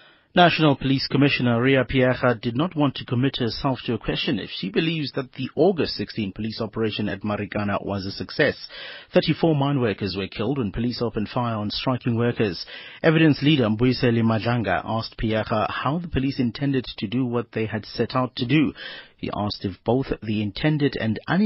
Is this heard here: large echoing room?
no